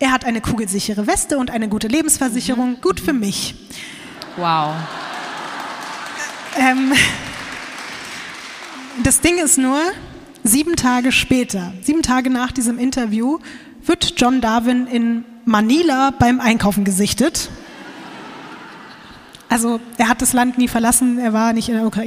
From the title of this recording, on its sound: LIVE in Berlin